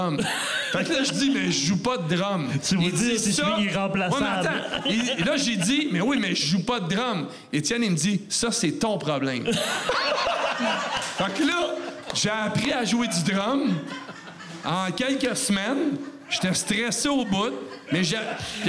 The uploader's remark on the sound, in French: Épisode enregistré devant public au Cheval Blanc à Montréal le 3 septembre 2023.